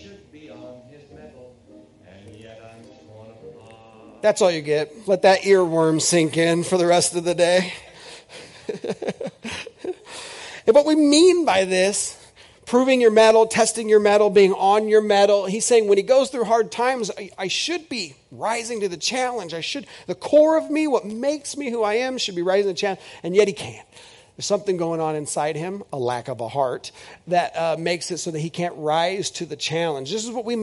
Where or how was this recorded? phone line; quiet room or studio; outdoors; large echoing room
large echoing room